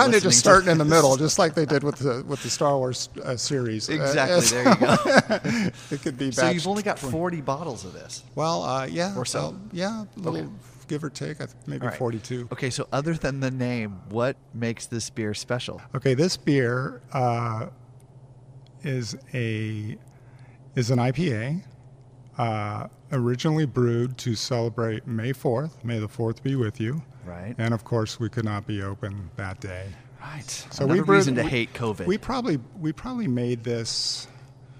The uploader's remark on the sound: Live at Timeless Pints.